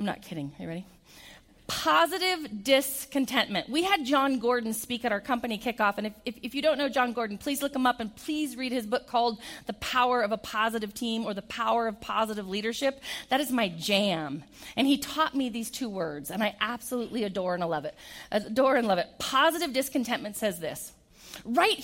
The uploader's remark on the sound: keynote event at the Idaho Business Reviews 2019 Women of the Year Ceremony